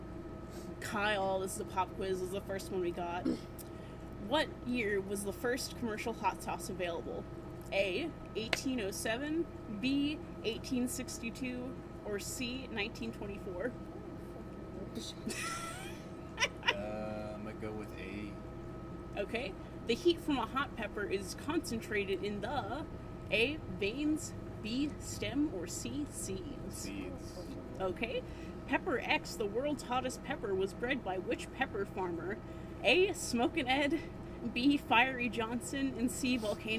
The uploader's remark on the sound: It was too hot to record inside, and we didn't have a stage to record on, soooooo the audio has pool-filter-inspired white noise and sometimes gets louder for no reason!